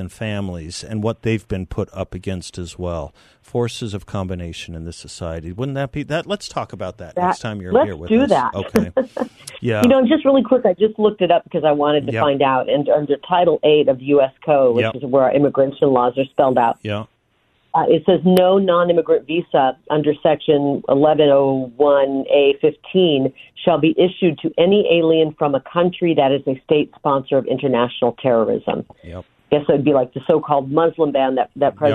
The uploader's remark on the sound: joins the show by phone